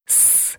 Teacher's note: Und ein stimmloses oder starkes S.